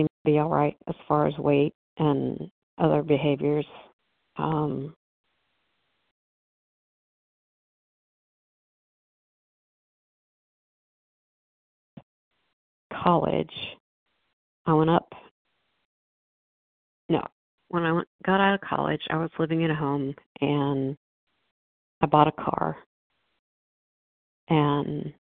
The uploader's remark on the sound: 100 Pounders Phone Meeting